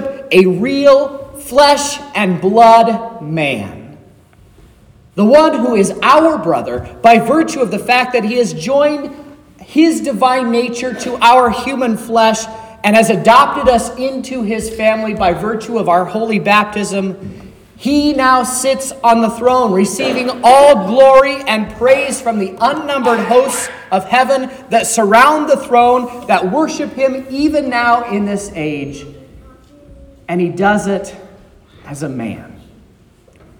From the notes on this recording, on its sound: This is the sermon preached at Trinity Lutheran Church on Wednesday, December 20th, 2023.